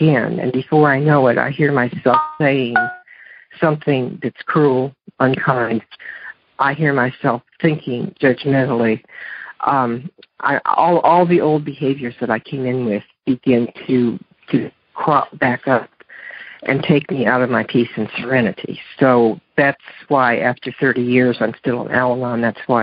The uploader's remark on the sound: Monday Noon Phone Speakers Series